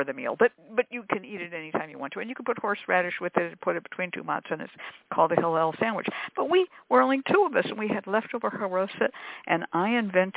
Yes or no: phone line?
yes